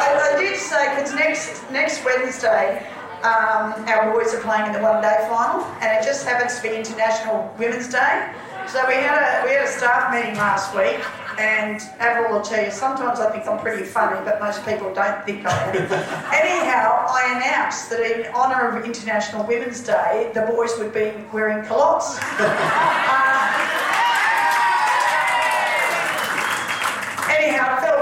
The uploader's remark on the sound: On the evening of day 1 of the Carnival, an event was held pitched simply as "Be Inspired", where players and officials from all the competing teams joined up for a meal. This episode of Out on the Paddock, is a live recording from this event.